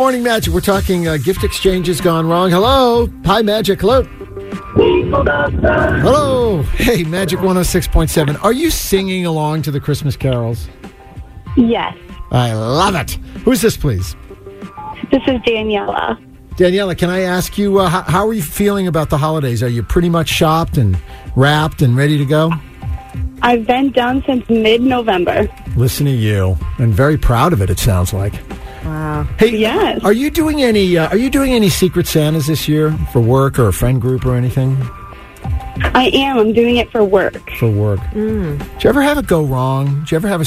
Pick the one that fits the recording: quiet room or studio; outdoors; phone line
phone line